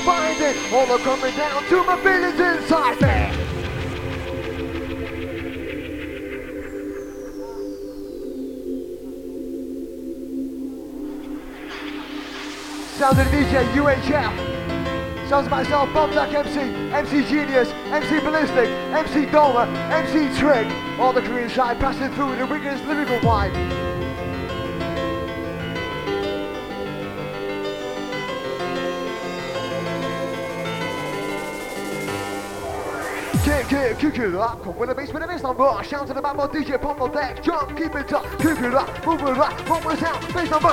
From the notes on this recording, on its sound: Another Set recorded at Definace in Barnsley.